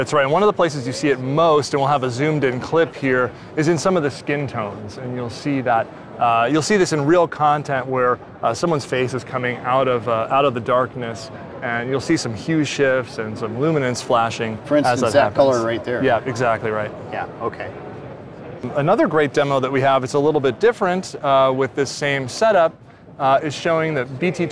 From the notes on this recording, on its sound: We're back and live from the show floor! Display Week 2023 in Los Angeles, California.